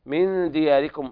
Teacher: من دياركم إخفاء حقيقي لوقوع الدال بعد النون الساكنة